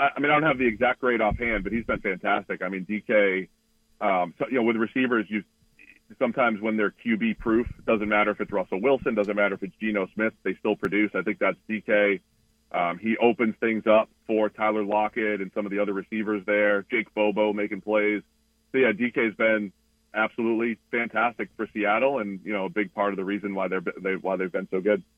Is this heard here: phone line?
yes